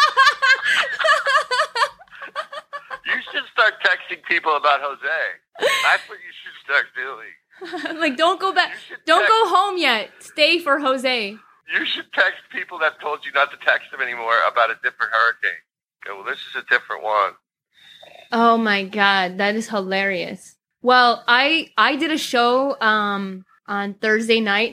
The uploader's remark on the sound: Joins … over the phone from Southern Florida.